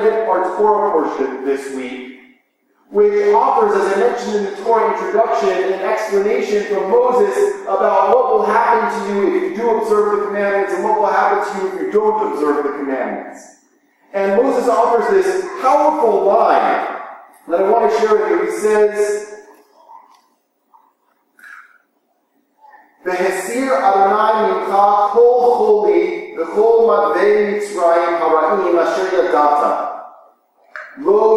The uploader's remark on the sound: Please pardon the echo. We had technical difficulties in the recording that we hope to have resolved in the future.